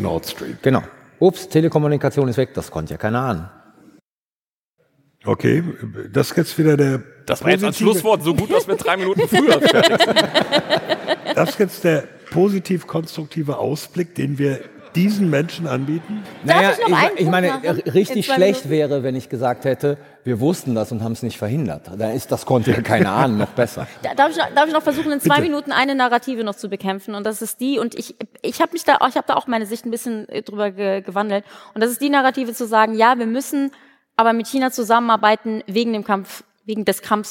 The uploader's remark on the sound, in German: Live vor Publikum im WDR Sendesaal in Köln.